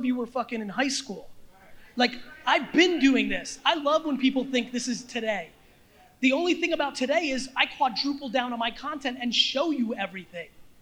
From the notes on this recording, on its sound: This episode is from a keynote I gave at the 2019 A3C Festival in Atlanta, Georgia.